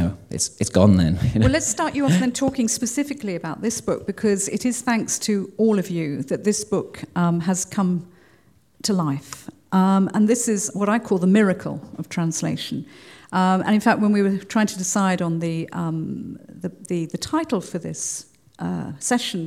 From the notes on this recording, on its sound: this wonderful recording from the BCLT Summer School 2019